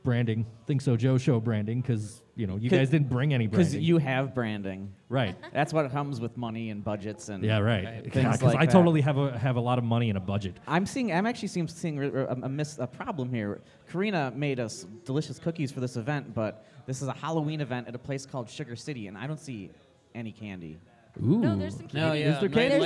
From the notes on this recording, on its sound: The ThinkSoJoE Show and The Struggle Is Real Buffalo Music Podcast host a live broadcast at the Of Night and Light Tour Kickoff show at Sugar City. October 13, 2018.